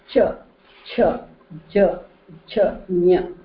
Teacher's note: when you say cha, cha, then you are using the upper part, palate of your mouth, and your tongue goes up. · Term: Talavyaha